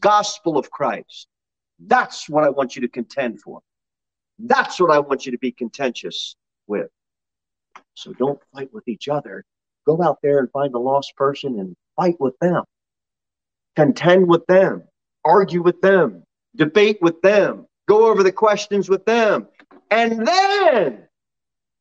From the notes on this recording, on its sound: Sermon delivered at Pilgrim Baptist Church on Thursday, March 3, 2022, at 6:15 pm.